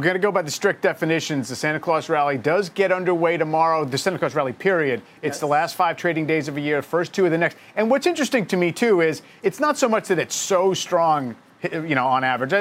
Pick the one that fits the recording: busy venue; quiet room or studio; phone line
busy venue